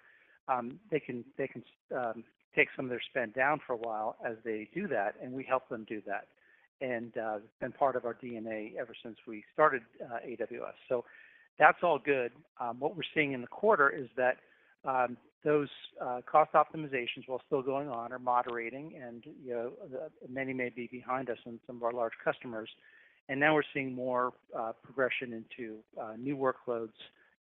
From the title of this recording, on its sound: Earnings Conference Call